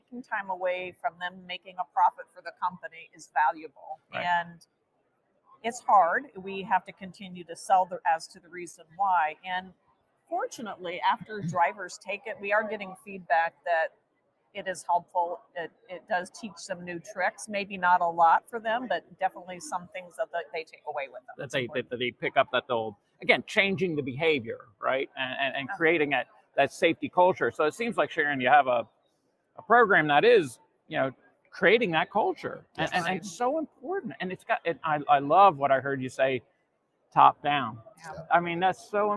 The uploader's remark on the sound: Live From NAFA 2023